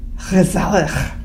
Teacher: you sort of put a ch sound at the beginning and the end